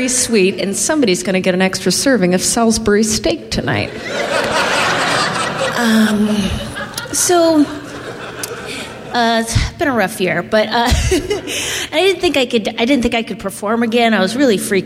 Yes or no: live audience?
yes